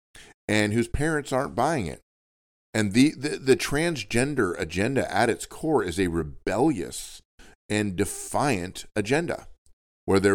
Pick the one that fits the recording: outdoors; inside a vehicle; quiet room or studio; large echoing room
quiet room or studio